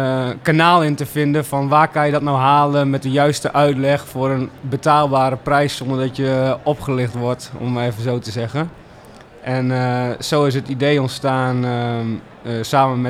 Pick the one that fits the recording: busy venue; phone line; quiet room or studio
busy venue